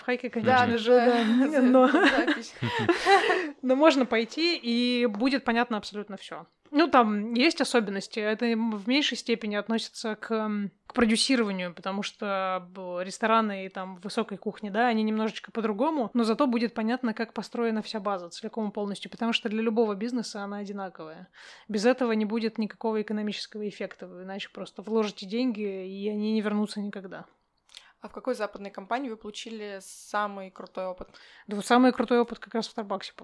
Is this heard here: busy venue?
no